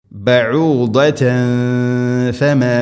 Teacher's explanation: തൻവീന് ശേഷം ഫ എന്ന അക്ഷരമാണ്, ഇഖ്ഫാവും ബിഗുന്ന, തൻവീനിനെ അവ്യക്തമാക്കി ഉച്ചരിക്കണം